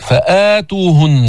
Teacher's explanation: هذا مد البدل مقصور برواية حفص عن عاصم حركتين